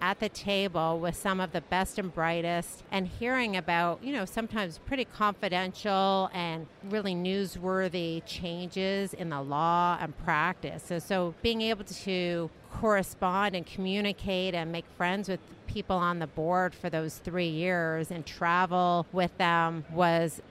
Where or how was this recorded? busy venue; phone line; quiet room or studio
busy venue